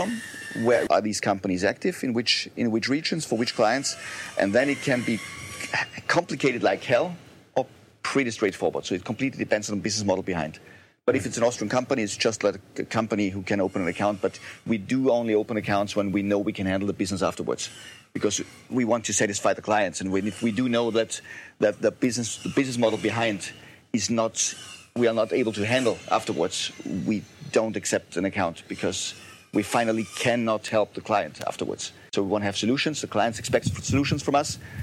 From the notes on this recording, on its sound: I was invited to moderate this panel discussion by Stadler Völkel Attorneys at Law in Vienna. Sorry, for the sometimes bad audio quality due to the live recording outdoors!